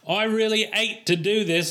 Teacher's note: they always drop their H's, the Cockneys.